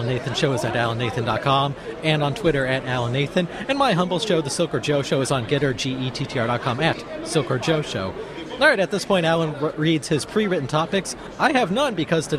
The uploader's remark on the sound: live from CPAC